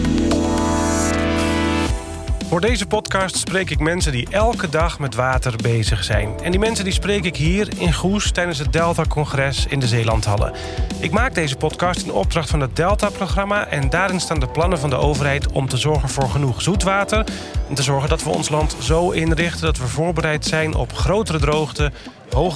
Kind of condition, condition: setting, busy venue